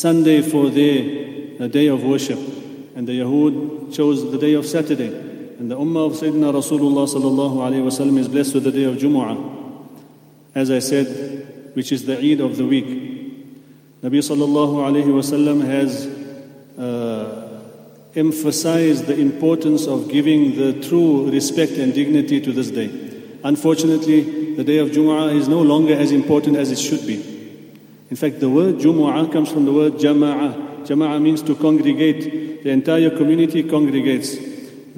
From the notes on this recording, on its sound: at the Houghton Masjid (West Street)